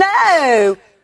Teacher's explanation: That no draws out a one-syllable, two-letter word so that it sounds to many Americans as though it is multisyllabic and about 3 to 5 letters long. · Term: Southern accent